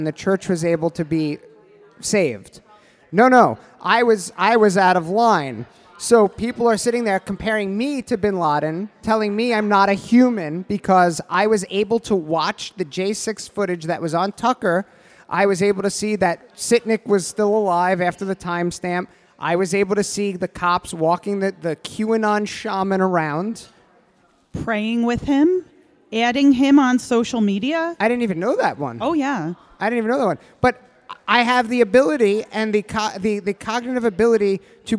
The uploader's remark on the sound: This episode of "The Patriot Panel" was recorded LIVE in front of an audience at Castleton Corners Pub (Staten Island, New York).